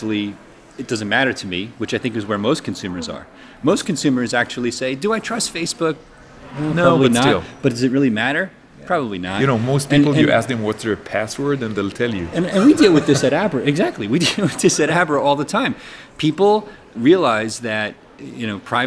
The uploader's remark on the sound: This podcast was recorded in San Francisco during the recent Bitcoin 2019 conference.